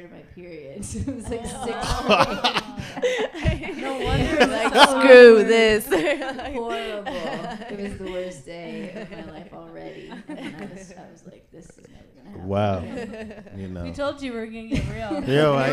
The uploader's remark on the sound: Live at The Woodshop